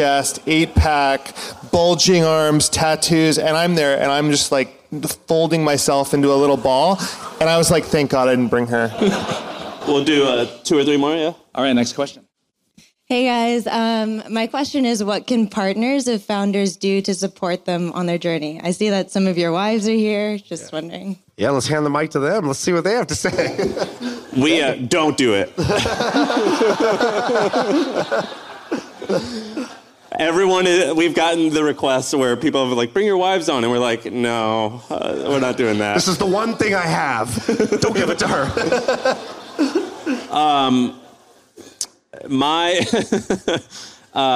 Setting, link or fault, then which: setting, live audience